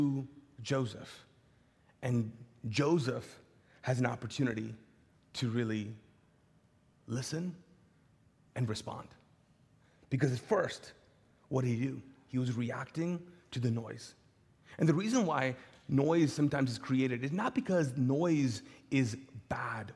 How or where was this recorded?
large echoing room